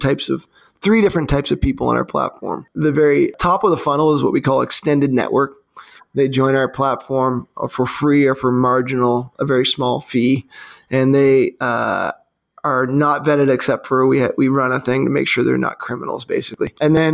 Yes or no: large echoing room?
no